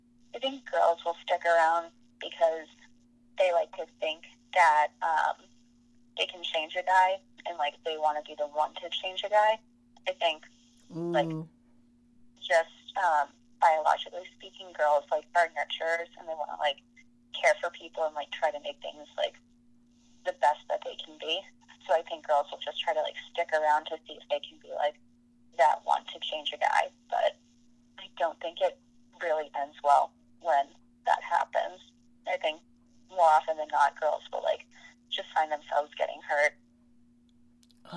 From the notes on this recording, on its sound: call in guests